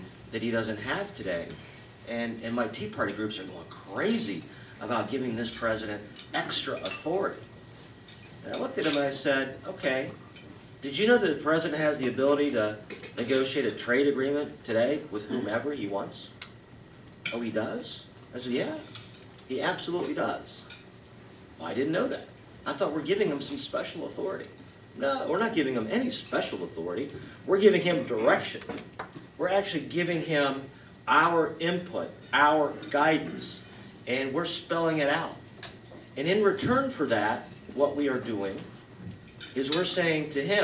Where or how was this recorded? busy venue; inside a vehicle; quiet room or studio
busy venue